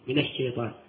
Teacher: هذه من يا إخوان ساكنة النون، لكن إذا التقت مع ساكن تفتح.